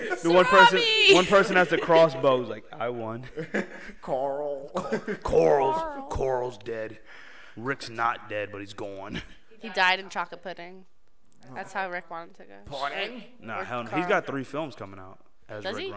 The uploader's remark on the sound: Sorry about the echo in advance